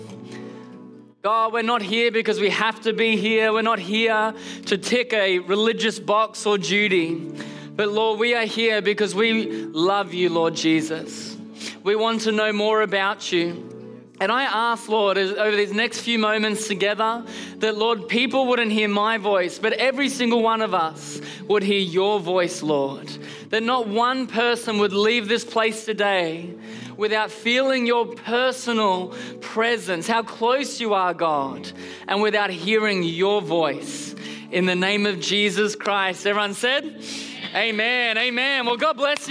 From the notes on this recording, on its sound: Recorded during our Melbourne service on Sunday, the 23rd of July 2023.